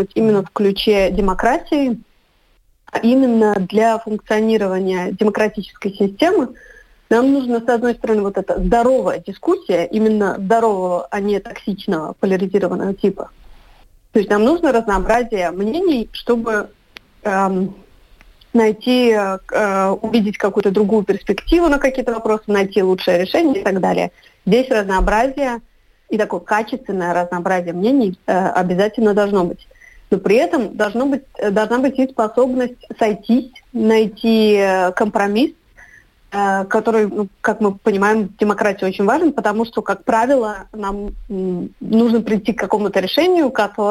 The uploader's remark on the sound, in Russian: свяжемся по телефону